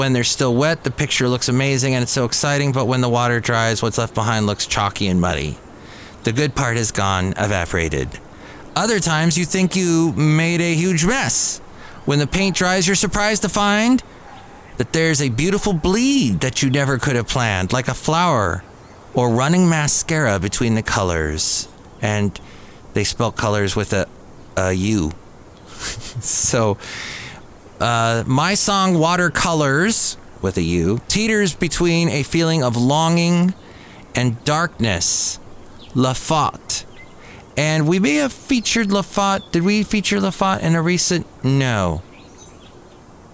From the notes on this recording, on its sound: podcasts live from Cafe Anyway